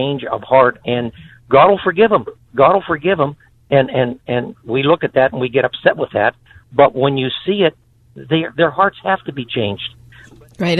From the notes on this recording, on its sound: go to the phones